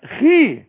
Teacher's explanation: الخاء اخر درجات التفخيم